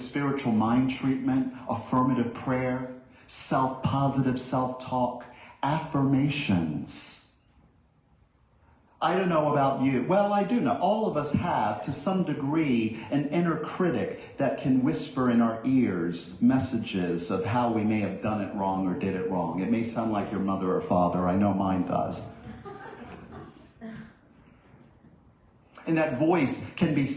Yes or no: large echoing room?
yes